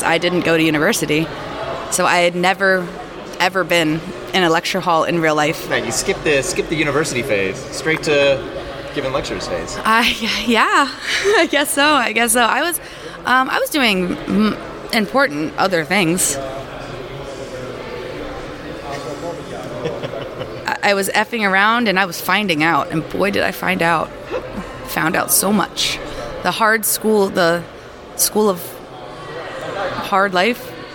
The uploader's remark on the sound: interviews speakers & organizers live from Lambda Days 2023